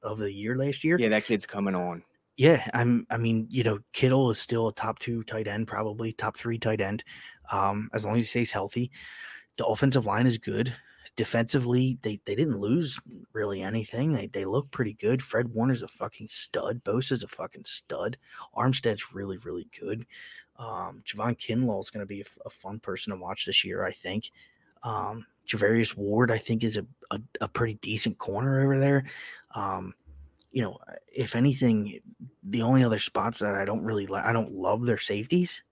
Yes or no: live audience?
no